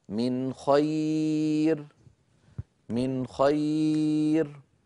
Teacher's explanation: نون ساكنة بعدها خاء، لم أزد في زمني النون · Term: إظهار